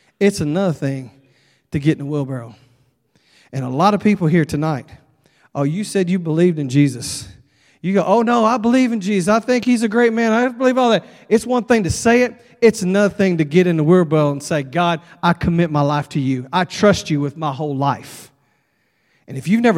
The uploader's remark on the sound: at Broadway Baptist Church, Lexington, Kentucky